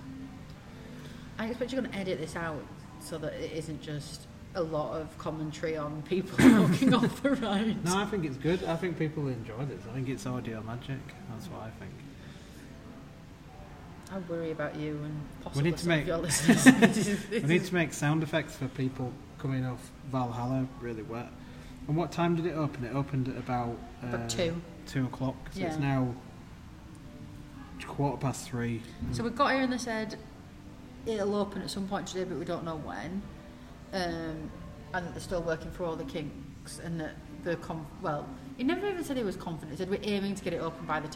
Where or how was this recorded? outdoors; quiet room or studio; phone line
outdoors